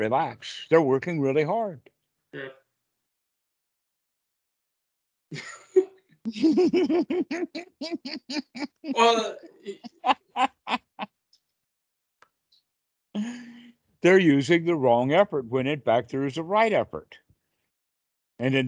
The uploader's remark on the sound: skype calls